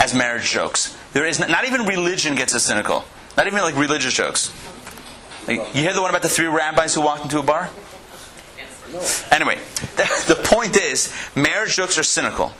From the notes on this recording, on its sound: Recorded live at the Intown Jewish Academy